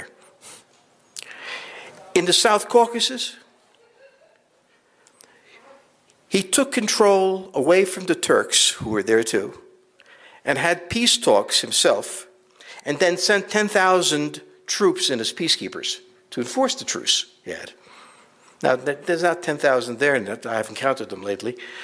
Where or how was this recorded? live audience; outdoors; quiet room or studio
live audience